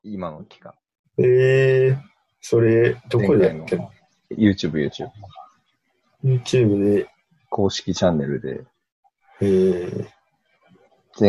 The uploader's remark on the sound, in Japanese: リモート録音なので音質はそこまでよくありません。